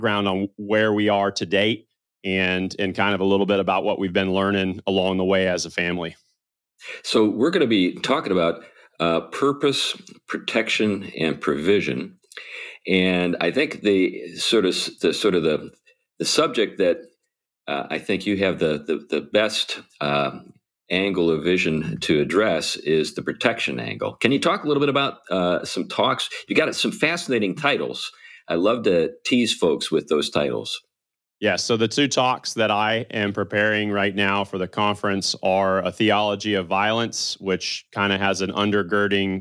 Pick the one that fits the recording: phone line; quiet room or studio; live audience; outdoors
quiet room or studio